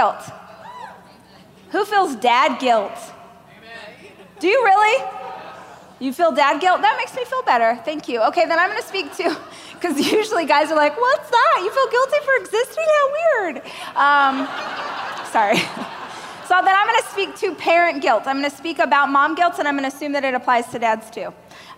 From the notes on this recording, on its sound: a keynote speech I gave during the Growth